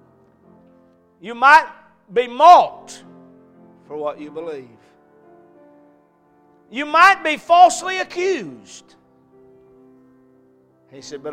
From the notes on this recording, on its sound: A message preached at Crossroads Baptist Church on Wednesday night